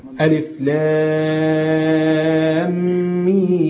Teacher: لكن في حالة الوقف يبقى لازم نمد كم حركة؟ ست حركات. · Term: المد اللازم